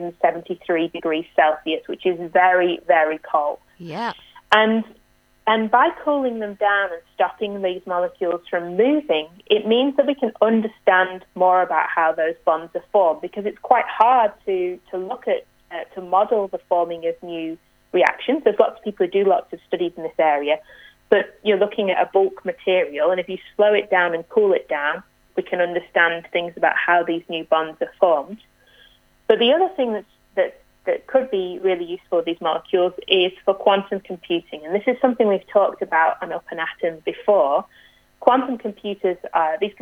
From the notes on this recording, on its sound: Needed to call in from home.